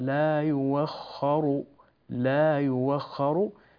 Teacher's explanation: نضم الراء ضما تاما